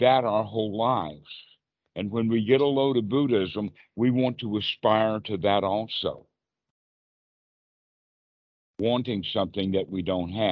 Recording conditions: video call